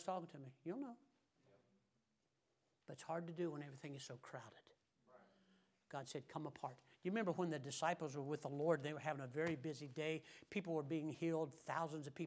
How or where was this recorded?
large echoing room